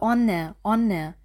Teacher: Wenn ihr onne sagt, liegt die Zungenspitze hinter den oberen Schneidezähnen.